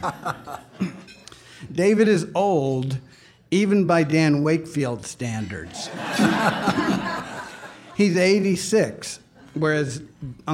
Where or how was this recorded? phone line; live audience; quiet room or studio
live audience